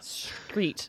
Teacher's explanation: if you go from s to sh, you should feel your tongue back up in your mouth · Term: S backing